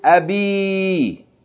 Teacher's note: Note that these two words are written exactly the same, except one of them ends with ya, and the second one ends with alif maksura. The one that ends with ya is preceded by a kasra, so the ya is elongating the kasra.